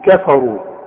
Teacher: الراء هي اللي عندي المفخمة فقط لانها مضمومة